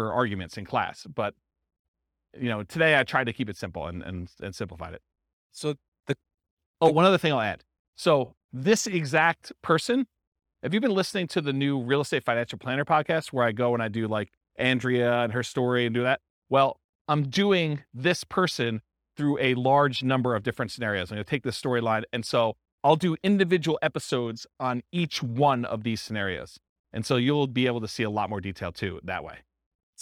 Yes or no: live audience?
yes